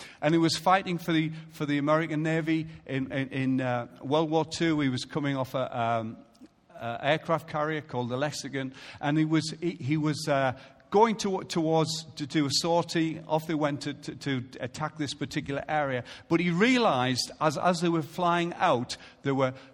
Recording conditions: large echoing room